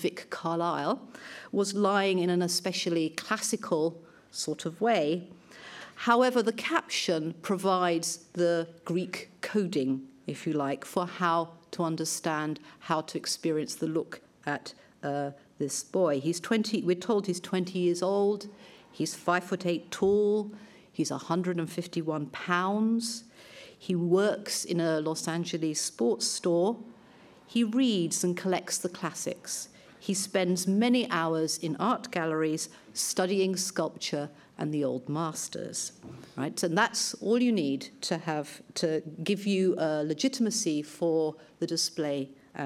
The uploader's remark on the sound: Lunch Hour Lecture on tour at the British Museum